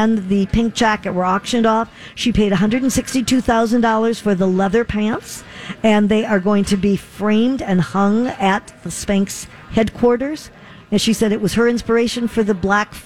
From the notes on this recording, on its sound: Live at the General Store of Minnetonka.